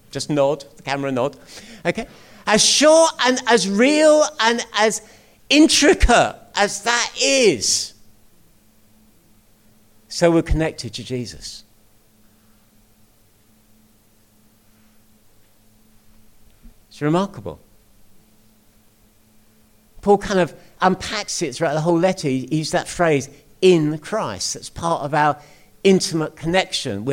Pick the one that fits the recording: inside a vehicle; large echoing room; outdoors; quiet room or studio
large echoing room